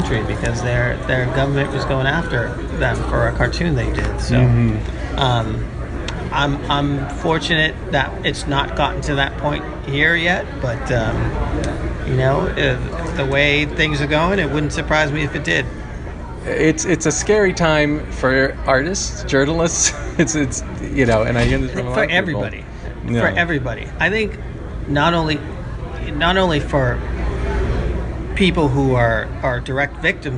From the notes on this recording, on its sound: Live at MICE. Head to the Massachusetts Independent Comics Expo (MICE) in Cambridge, Mass.